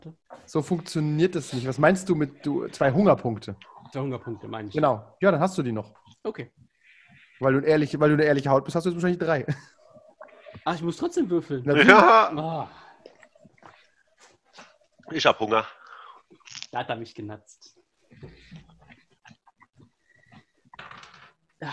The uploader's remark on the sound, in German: Leider noch immer in der Corona und Zoom Zeit. Unsere audiotechnisch eingeschränkten Vampire.